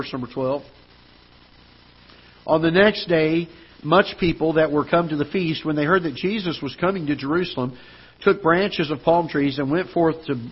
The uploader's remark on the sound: Ketha Heights Baptist Church ~ Live Broadcast